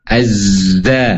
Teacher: Za ataupun dengan ja ya, itu berbeda. Zai memiliki suara tambahan yang tajam dan kuat. · Term: sofir